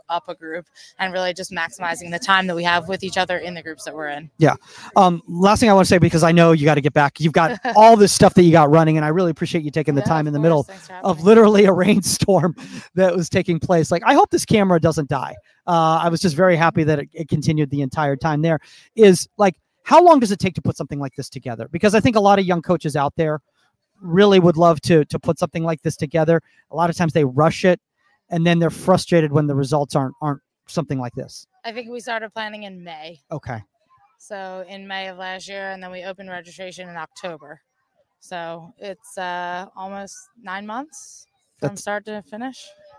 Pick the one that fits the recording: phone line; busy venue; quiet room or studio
busy venue